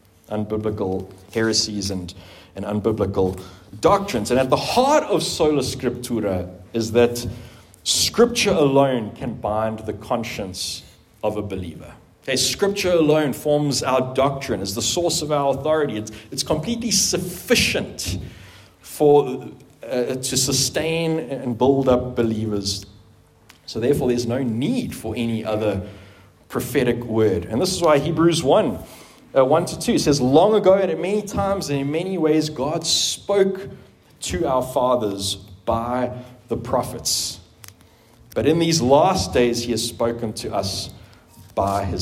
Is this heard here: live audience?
yes